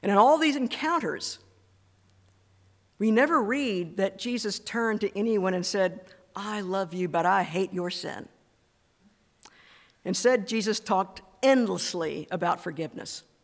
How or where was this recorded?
large echoing room